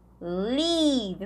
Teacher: com um I bem prolongado, que é diferente daquele outro verbo live, de viver